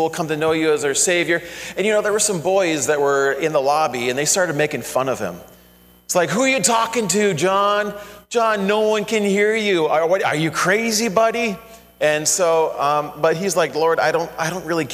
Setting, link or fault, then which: setting, large echoing room